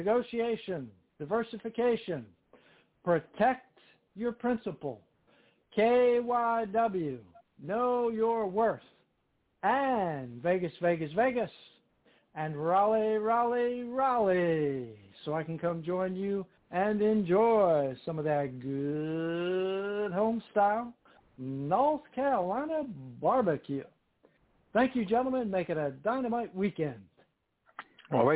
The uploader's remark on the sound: TNTSuperfantastic Conference Call